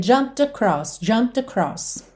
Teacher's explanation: Então eu já tô lábio com lábio na hora do P. O E não é pronunciado, eu já vou do M direto pro D.